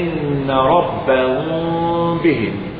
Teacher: الميم في الاخفاء اتغير من الشفتين للخيشوم · Term: الميم المخفاة